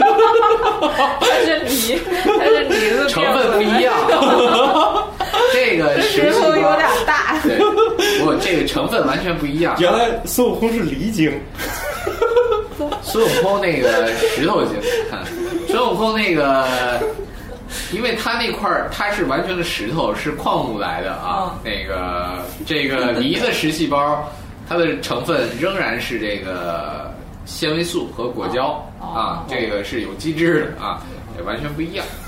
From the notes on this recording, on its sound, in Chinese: 本期节目为在张大妈办公区用录音笔录制，可能有街道上的杂音，请见谅。